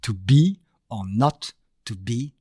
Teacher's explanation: c'est un rythme iambique, hein, une syllabe non accentuée, suivie d'une syllabe accentuée